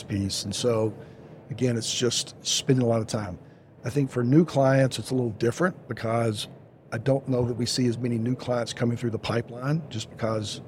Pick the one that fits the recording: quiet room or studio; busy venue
busy venue